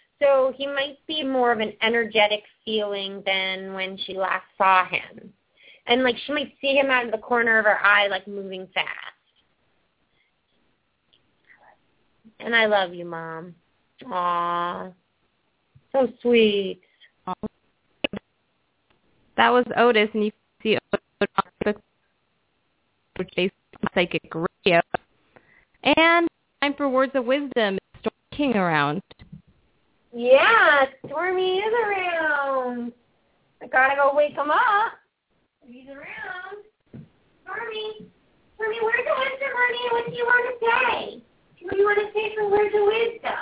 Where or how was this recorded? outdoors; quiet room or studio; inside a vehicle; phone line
phone line